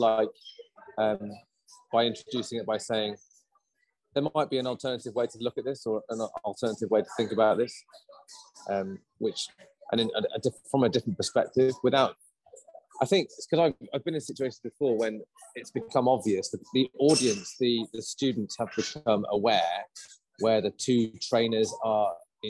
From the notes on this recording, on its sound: Quite a bit of background noise so we painstakingly added the subtitles manually.